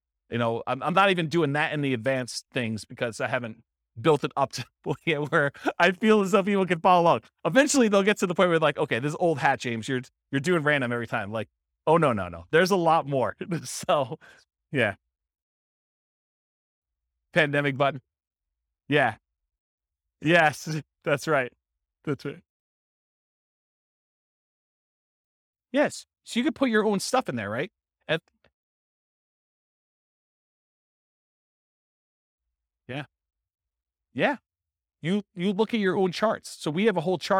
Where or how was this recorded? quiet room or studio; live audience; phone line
live audience